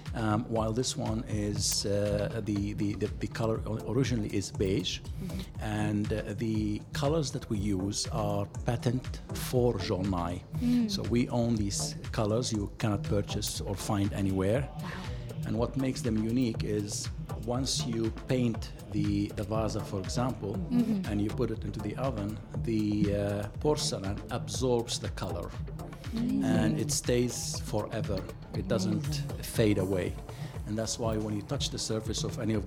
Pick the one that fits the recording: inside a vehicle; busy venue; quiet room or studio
busy venue